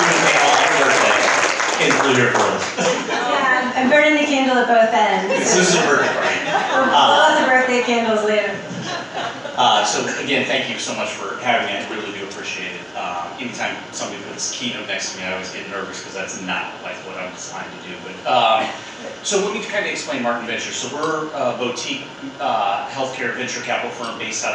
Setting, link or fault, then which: setting, busy venue